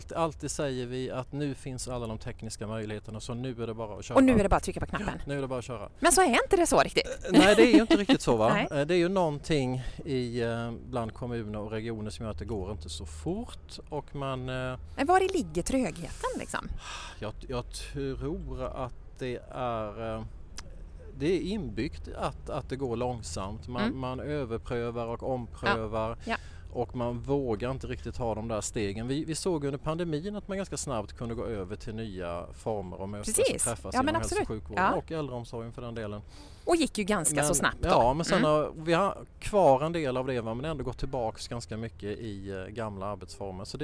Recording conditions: busy venue